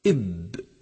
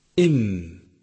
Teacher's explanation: فالذي انطبق عند نطقنا لحرف الباء هما الطرفان الداخليان للشفتين، والذي انطبق في نطقنا لحرف الميم هما الطرفان الخارجيان من الشفتين